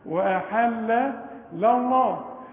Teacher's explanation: واحل صح، هتوصل هتقول لي واحل الله خطا، واحل الله واحل الله احل الله ما تنفعش، واحل لله اللام الاولى مرققه، اللام الثانيه لان قبلها مفتوح تفخم